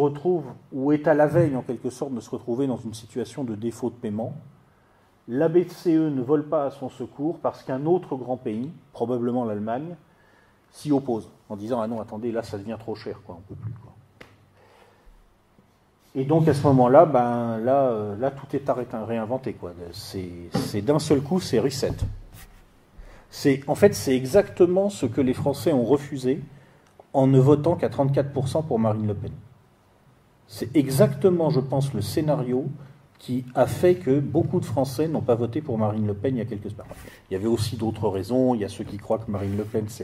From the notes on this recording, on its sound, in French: le 3 juin 2017 à Amiens pour une conférence